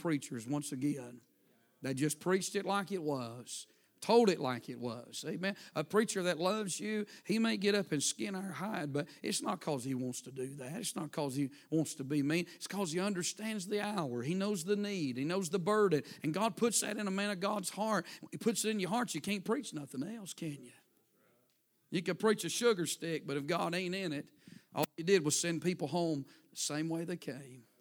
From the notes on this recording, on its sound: A sermon preached Sunday Morning, on October 8, 2023.